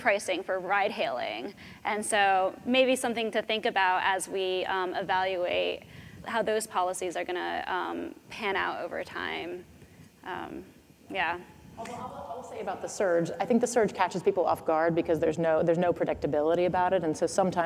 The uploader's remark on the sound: The best of live interviews from GreenBiz events.